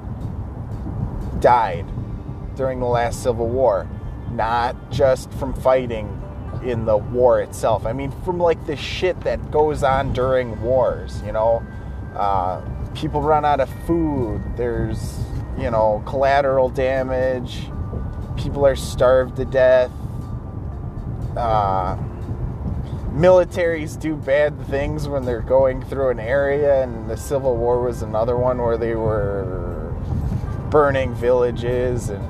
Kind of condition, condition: setting, inside a vehicle